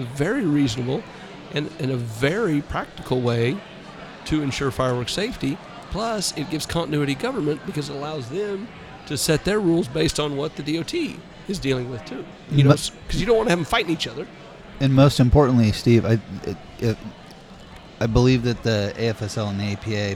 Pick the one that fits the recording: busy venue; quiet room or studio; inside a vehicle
busy venue